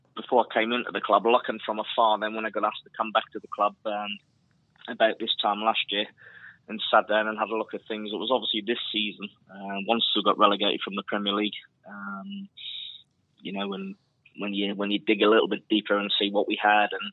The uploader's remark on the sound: is on the phone.